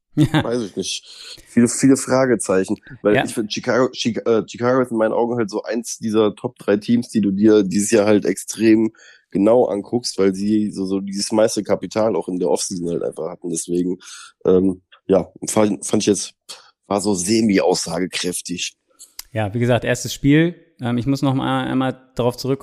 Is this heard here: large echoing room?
no